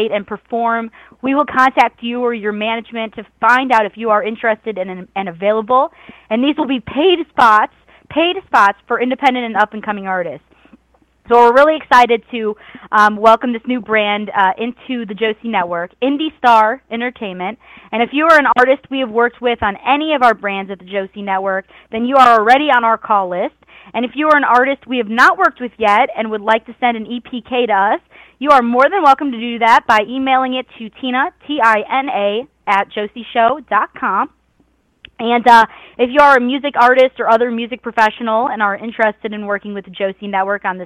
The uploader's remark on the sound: Surprise guest call ins!